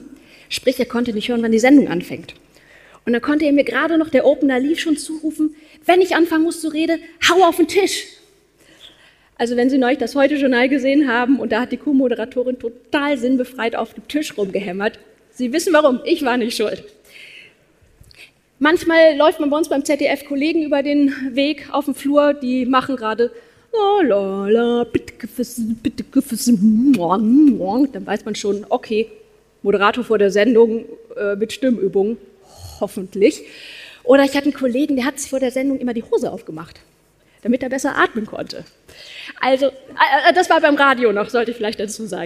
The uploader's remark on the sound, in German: Als Speakerin auf der Bühne